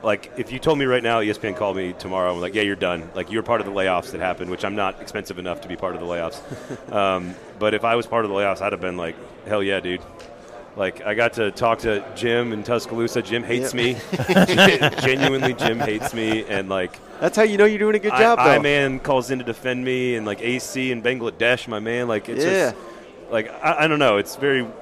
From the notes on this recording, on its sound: Joined us live during 2023 SEC Media Days from Nashville Tennessee.